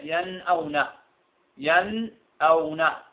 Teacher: إظهار في نفس ياش الكلف، نظهر النون ننطقها بصورة طبيعية ين أو ن ين أو ن، نون طبيعية خالية من التشديد خالية من الغنة